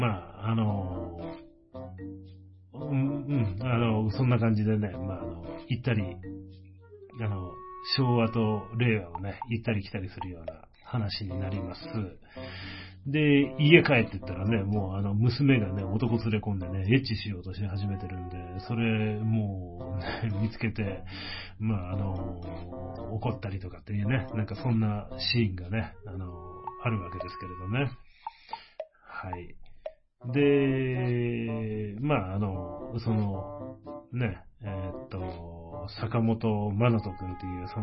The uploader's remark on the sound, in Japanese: 容量が大きかったので音声の質落としました